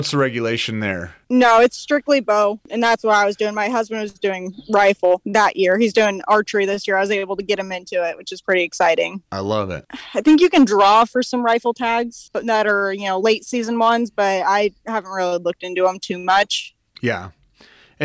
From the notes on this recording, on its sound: Record this podcast while out in the field on the last day of her spring bear hunt!